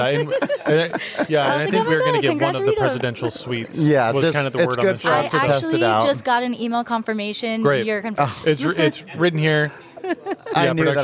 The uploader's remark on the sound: Today, broadcasting live from the prestigious Arizona Biltmore, a Waldorf Astoria property, during BITAC Purchasing and Design 2023.